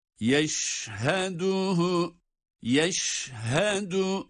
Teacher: Şin harfinin sesi bir yayılacak. Çünkü bunda tefeşşi sıfatı var. Sefsin ağızda yayılması.